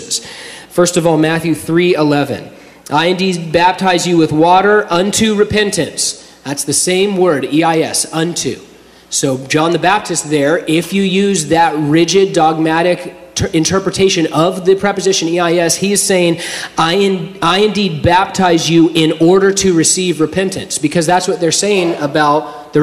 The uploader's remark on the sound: During a live Q&A session at Calvary Hanford.